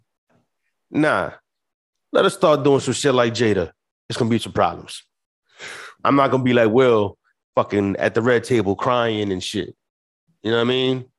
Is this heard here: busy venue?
no